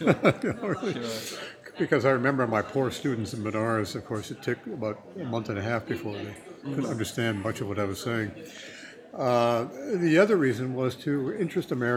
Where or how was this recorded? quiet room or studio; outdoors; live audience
live audience